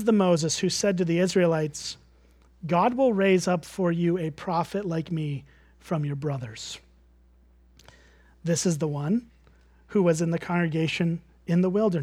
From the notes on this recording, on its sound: at Springbrook Church in Antigo, WI.